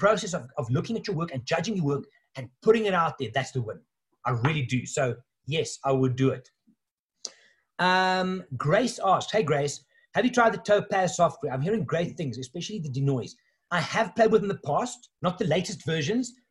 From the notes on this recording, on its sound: In this episode I share the audio of a webinar I hosted online last night. The first of a series of new online offerings from Wild Eye.